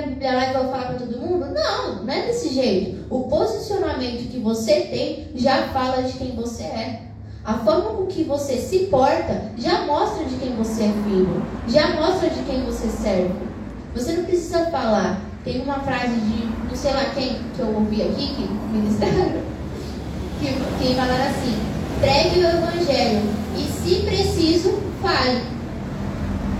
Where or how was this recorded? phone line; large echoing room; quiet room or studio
large echoing room